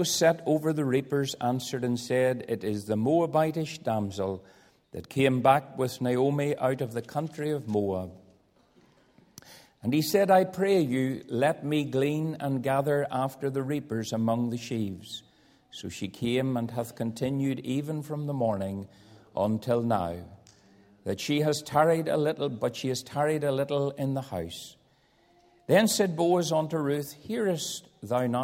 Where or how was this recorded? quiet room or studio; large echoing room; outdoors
large echoing room